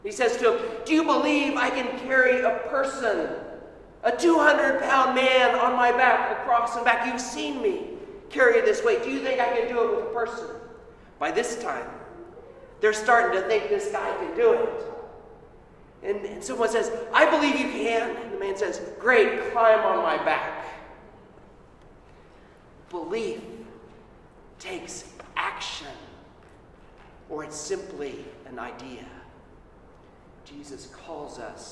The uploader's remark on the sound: Sermon at Holy Trinity Anglican Church on 1 AUG 2021.